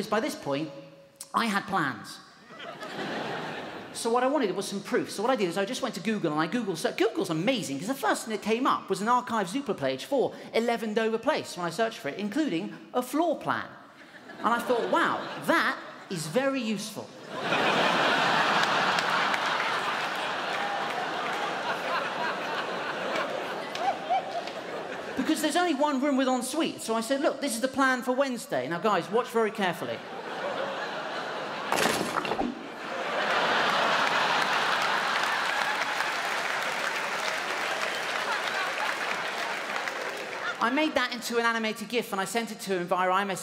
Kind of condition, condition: setting, live audience